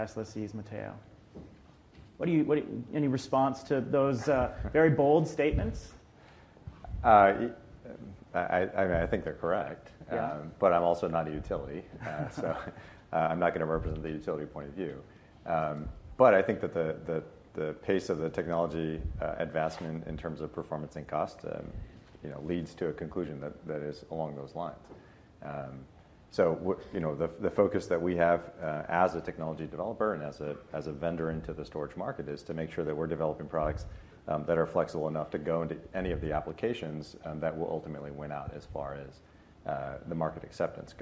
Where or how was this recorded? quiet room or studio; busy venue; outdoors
busy venue